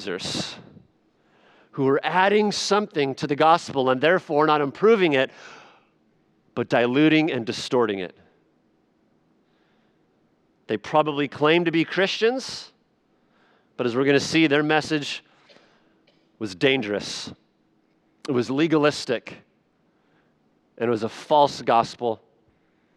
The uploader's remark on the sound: Sunday Evening Worship Service